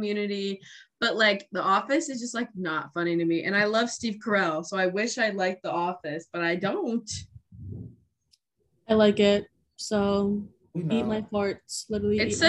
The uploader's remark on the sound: We met virtually over zoom. This episode is quite loud and chaotic.